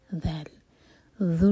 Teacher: ذیل کے لیے ہماری زبان اوپر والے دانتوں کو ٹچ کرنی چاہیے اور تھوڑی سی ٹپ باہر ہونی چاہیے، اس کو ذ کا ساؤنڈ نہیں دیں گے.